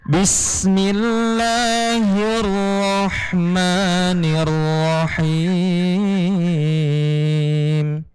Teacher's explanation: Bismillah itu ba dengan sinnya itu tidak boleh putus. Karena hukum sifatul huruf dari sin tersebut hamas, artinya ngalir.